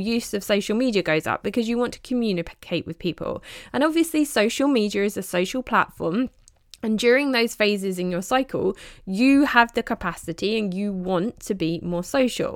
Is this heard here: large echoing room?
no